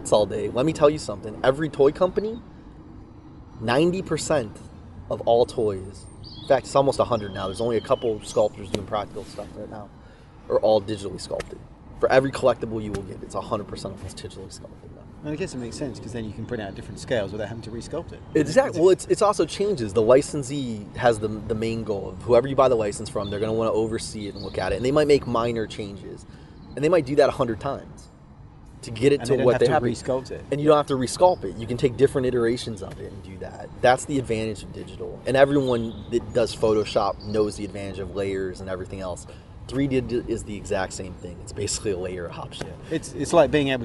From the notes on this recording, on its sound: We recorded in a cemetery in London, so there are background noises. The whole gamut of life - cars, sirens, passing people, kids, birds in the sky, aircraft, wind – it’s all there in a place of the dead. It's all background, our audio is clear.